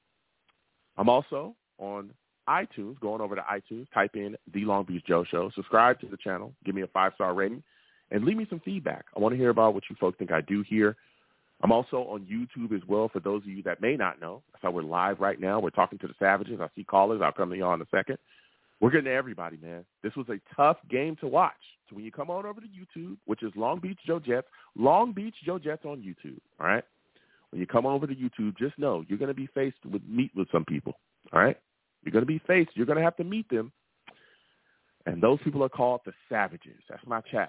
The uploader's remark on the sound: New York Jets VS Miami Dolphins post-game show! I take live callers!